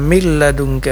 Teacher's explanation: Milladun sukun bertemu dengan huruf lam. Ini namanya idgham bila gunnah, masuk tapi tidak dipanjangkan, tidak boleh panjang maksudnya.